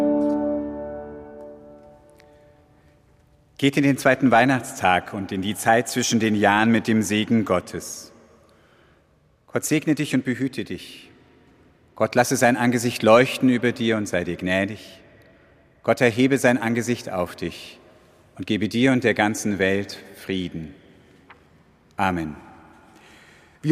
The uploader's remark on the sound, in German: Am zweiten Weihnachtstag überträgt hr4 live den Gottesdienst aus der evangelischen Heiliggeistkirche in Frankfurt.